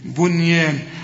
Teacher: رقق الياء اللي بعدها الألف ومدهالي حركتين ألف كاملة